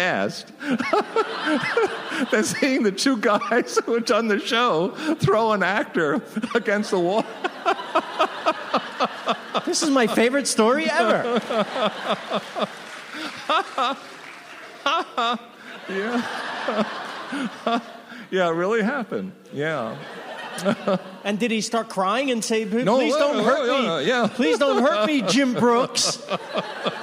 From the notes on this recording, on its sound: Recorded June 6, 2015 at ATX. From ATX Television Festival.